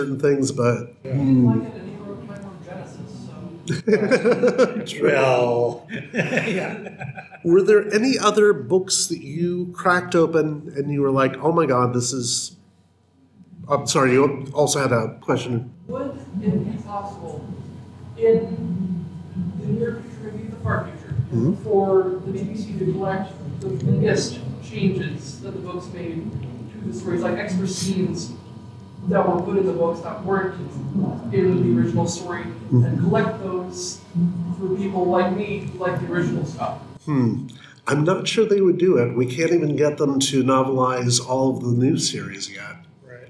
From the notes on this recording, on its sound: The sound quality on this one is variable, so headphones are encouraged!